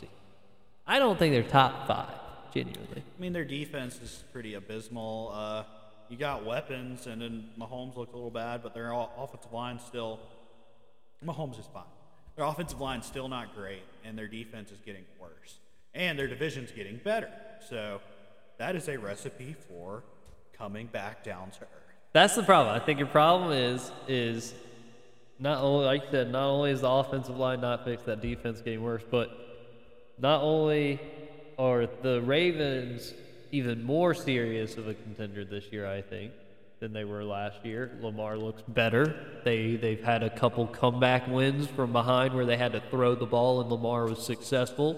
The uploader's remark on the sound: Sorry For The Echo!